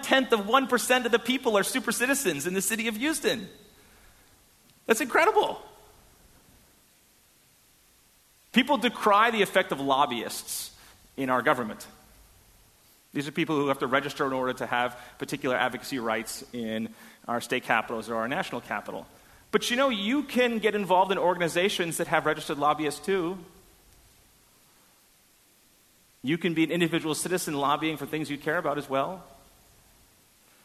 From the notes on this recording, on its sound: Delivered at First Congregational Church of Houston on November 13, 2016. A sermon on Romans 13:1-7 delivered at First Congregational Church of Houston.